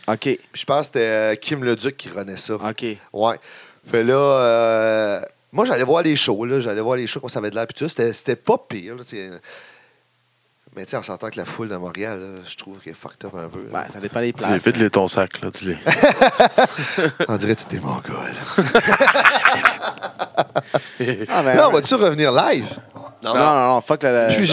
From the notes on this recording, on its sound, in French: En direct de la vielle capital Québec lors de notre passage à la NSPW.